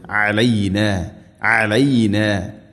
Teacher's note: അയിൻ തൊണ്ടയുടെ മധ്യഭാഗമാണ് മഖ്റജ്